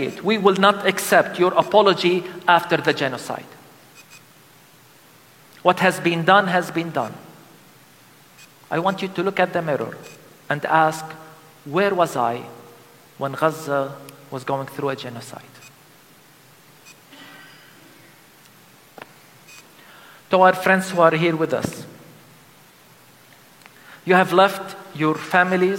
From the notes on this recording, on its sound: The sermon was delivered during a special Christmas service called "Christ in the Rubble: A liturgy of Lament". At the Christmas Lutheran Church in Bethlehem.